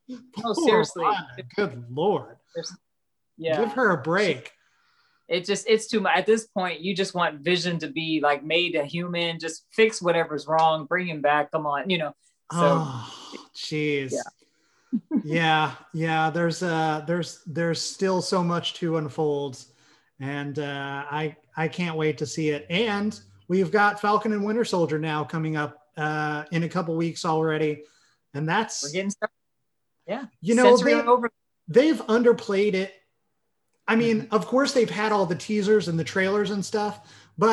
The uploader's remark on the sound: Recorded via Zoom.